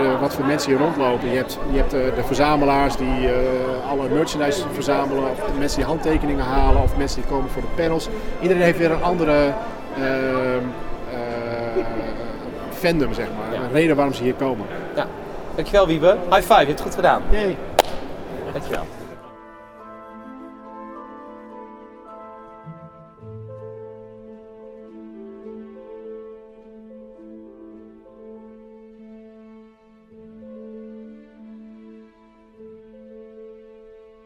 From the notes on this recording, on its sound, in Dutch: Live vanaf Echo Base.